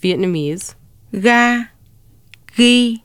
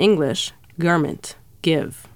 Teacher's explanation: The back of the tongue rises towards the velum, leaving a narrow channel through which the air squeezes on its way out. Note that the Vietnamese consonant ga is unlike the English g, which is a stop consonant produced by the back of the tongue and the velum coming together and completely cutting off the flow of air momentarily, then separating abruptly.